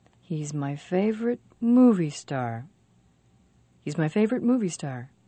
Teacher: The most stressed words are favorite, movie, and star.